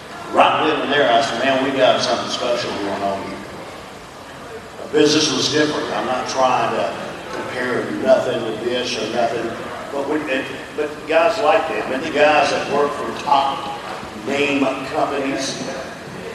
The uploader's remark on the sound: we play the full audio from the VIP Meet & Greet from the Crockett Cup forum